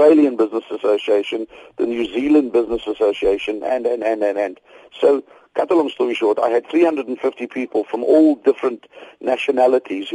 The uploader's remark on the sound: joins us on the line